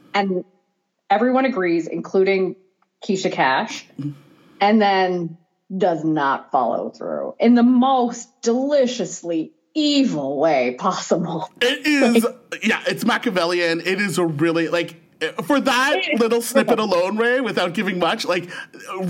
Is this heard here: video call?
yes